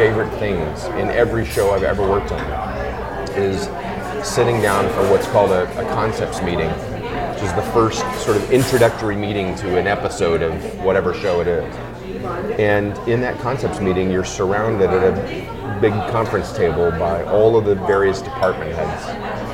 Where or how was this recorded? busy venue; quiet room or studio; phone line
busy venue